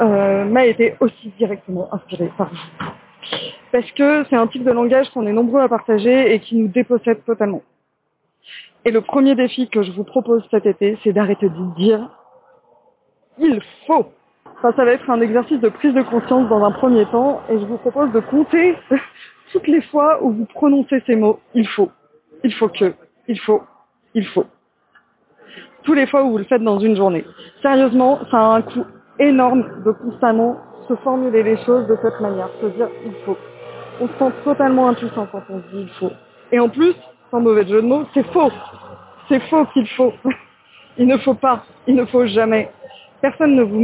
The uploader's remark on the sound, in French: Je n'ai pas réenregistré l'épisode malgré le bruit environnant et la moins bonne qualité du micro.